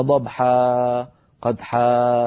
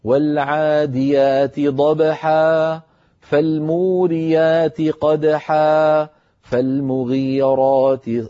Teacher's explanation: هذه مدود عوض، والمد العوض بمقدار حركتين كالطبيعي · Shown in: second take